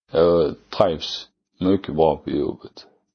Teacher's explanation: The phonology of this dialect is heavily influenced by Danish, especially considering the use of uvular trills instead of alveolar trills, as well as softening of some consonants.